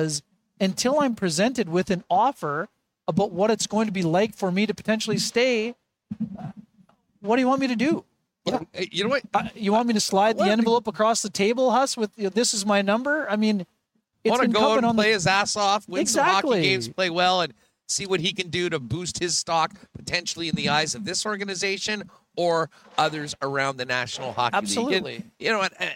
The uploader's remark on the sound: Live at Winnipeg Jets Training Camp Day 2. They are live from the hockey for all centre for Day 2 of Winnipeg Jets Training Camp.